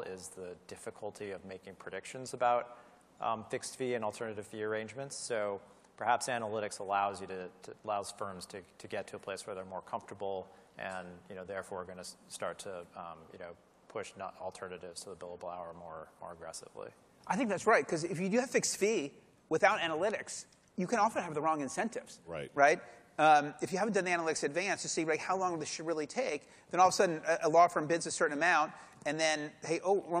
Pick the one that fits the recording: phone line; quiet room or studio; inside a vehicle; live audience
live audience